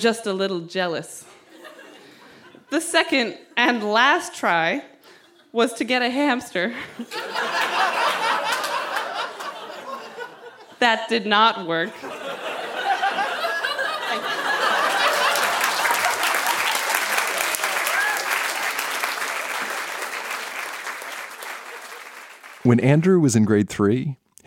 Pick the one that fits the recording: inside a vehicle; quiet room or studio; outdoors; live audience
live audience